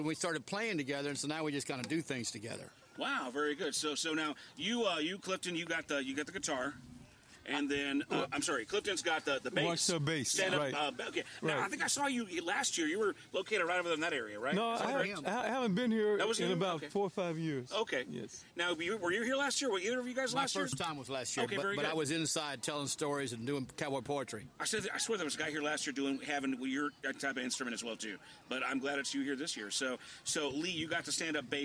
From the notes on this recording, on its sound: Fort Clark Days is an annual Living History Festival with hundreds of historians, live music, cannon fire, food vendors, and more! Took the show on the road and broadcasted LIVE from 9 am to 1 pm on Day 1 of the festival.